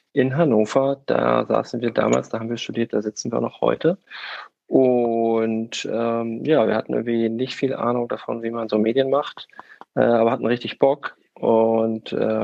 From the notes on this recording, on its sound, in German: Im Gespräch auf Clubhouse.